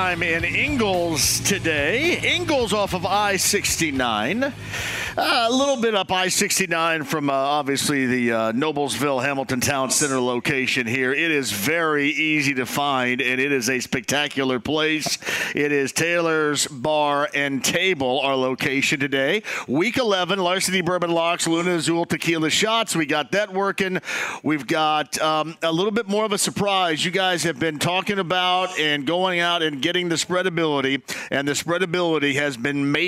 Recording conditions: busy venue